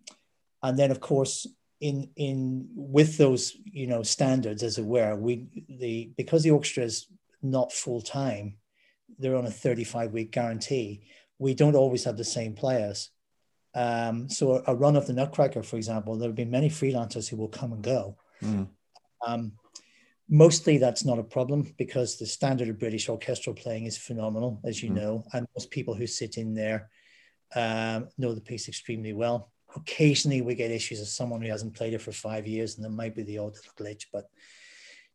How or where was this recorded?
video call